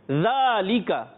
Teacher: زال کی ادائیگی صحیح رکھنی ہے، یہ زا سے تبدیل نہ ہو